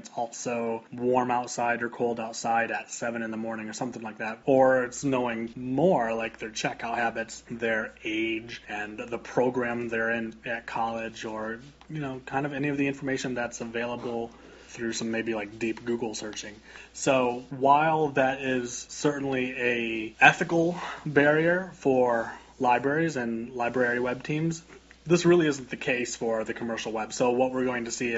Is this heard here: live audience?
no